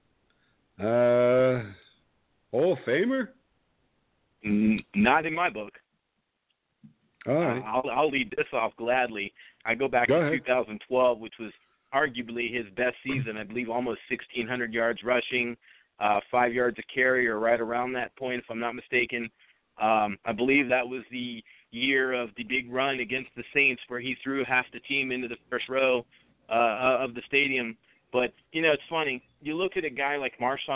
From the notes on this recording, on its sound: With guest call in expected